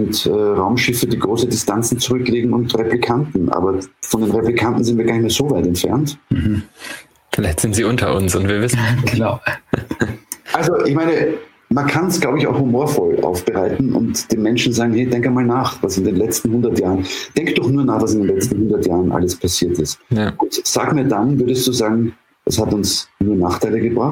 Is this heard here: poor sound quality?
yes